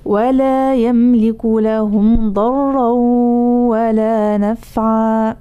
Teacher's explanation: ضرا بين حرف الراء بلا غنة، الغنة ليست موجودة في الراء